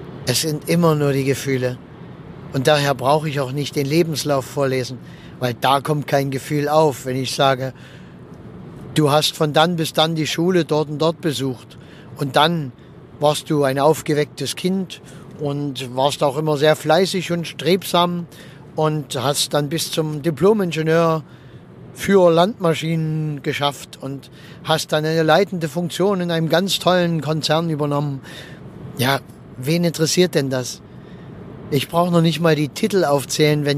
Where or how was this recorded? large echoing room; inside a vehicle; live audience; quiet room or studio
inside a vehicle